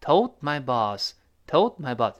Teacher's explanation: 后面出现 my boss 那个 m，又是另外一个辅音，撞在一块儿，舌尖儿爆破，哎，就不爆破。